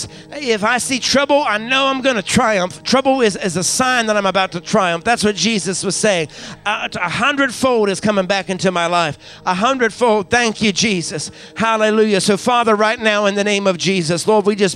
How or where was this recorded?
live audience